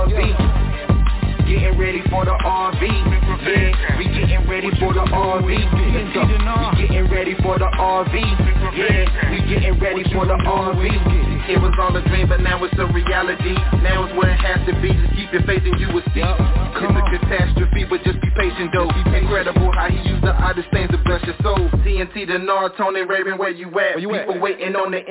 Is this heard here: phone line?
yes